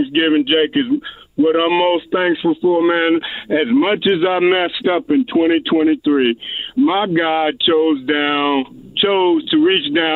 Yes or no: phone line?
yes